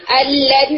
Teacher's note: نون نے اپنی ایگزسٹنس اور اپنا مخرج دونوں چھوڑ دیے اور لام کو کیا کر دیا، ڈبل کر دیا · Term: کامل ادغام